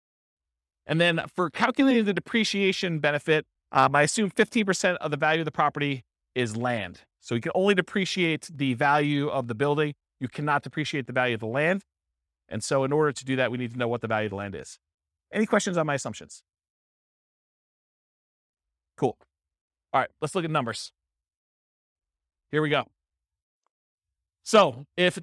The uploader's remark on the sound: This was a live class recorded